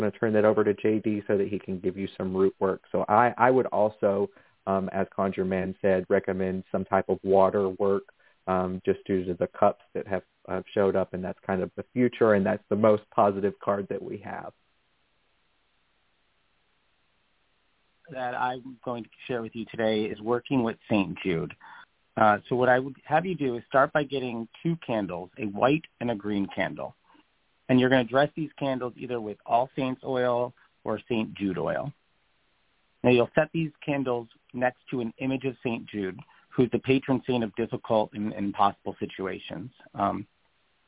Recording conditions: phone line